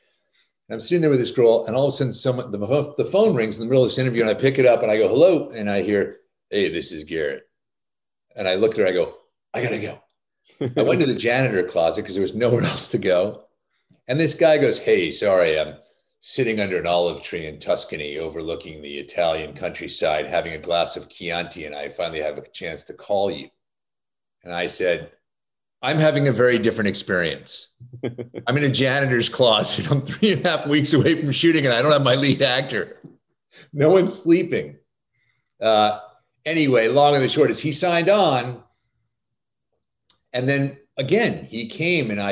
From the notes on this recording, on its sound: in a spoiler-filled virtual Q&A